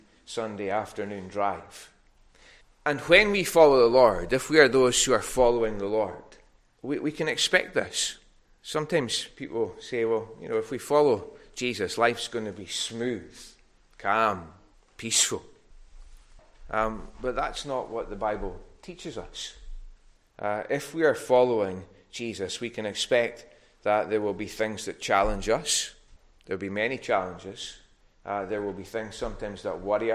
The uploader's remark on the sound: recorded at North Harris Free Church, on the evening of Sunday 21st August 2022.